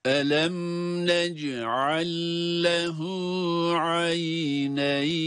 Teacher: Nec'al ayrı bir kelime, lehu ayrı bir kelime olmasına rağmen burada nec'al derken sondaki lam cezimli olduğu için kendisinden sonraki harekeli olan lam harfine idgam ediliyor. İdgam demek bir harfi bir diğerine katmak, ilave etmek, girdirmek.